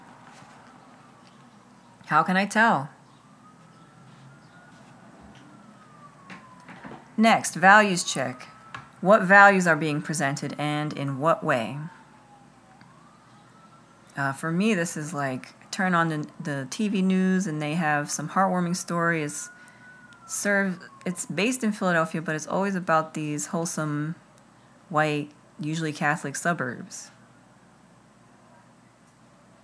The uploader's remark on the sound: includes the ambient background sounds of summer in Philadelphia